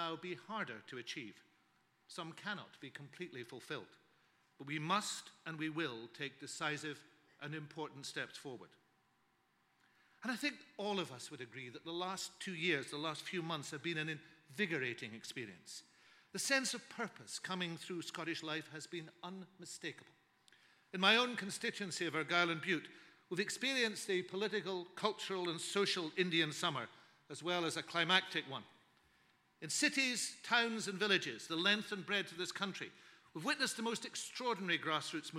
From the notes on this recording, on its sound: Scottish Learning Festival 2014 - Keynote Speech.